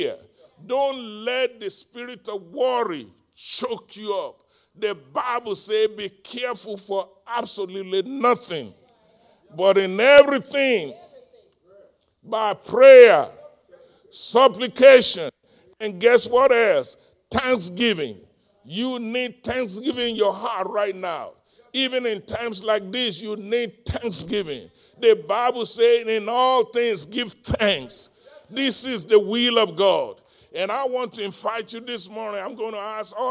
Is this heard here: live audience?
yes